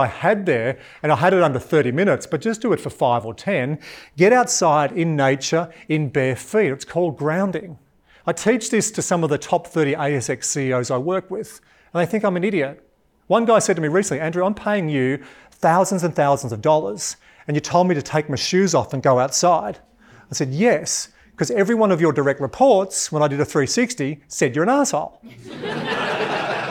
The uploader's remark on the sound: In this episode that was recorded at a live event